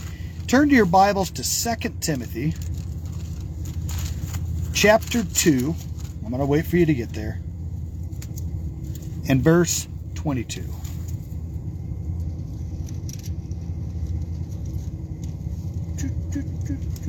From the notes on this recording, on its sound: Brown Bag In The Van.